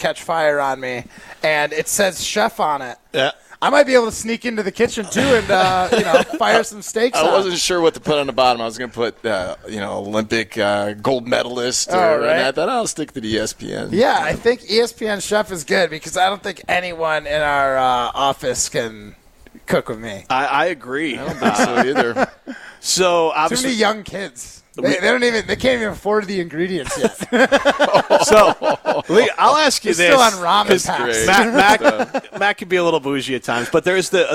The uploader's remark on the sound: live from Ruth's Chris Steakhouse in Middleton.